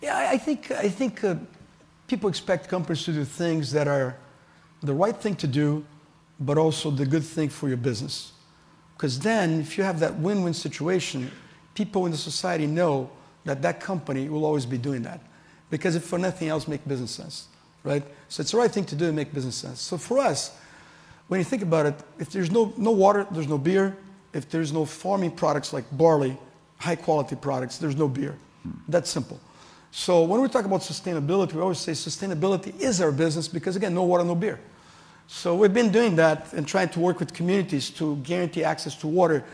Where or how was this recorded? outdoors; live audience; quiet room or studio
live audience